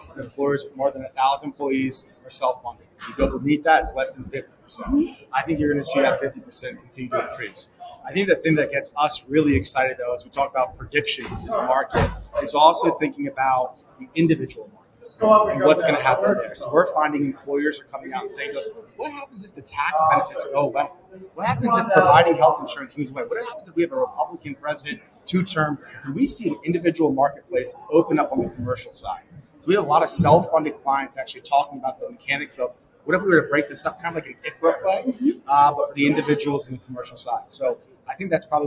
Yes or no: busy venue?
yes